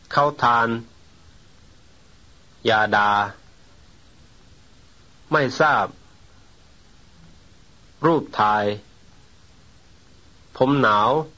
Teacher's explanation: the vocalism in the prominent syllable exhibits extra length